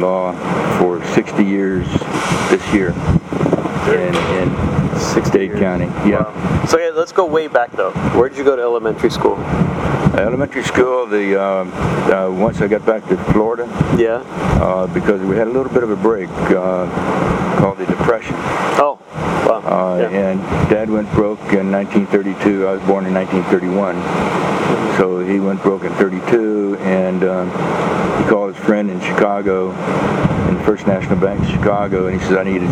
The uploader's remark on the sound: Recorded a couple years ago on a very windy night.